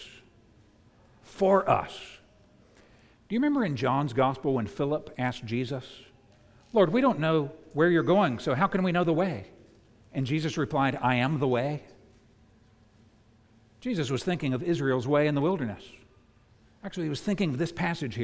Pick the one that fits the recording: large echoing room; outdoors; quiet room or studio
large echoing room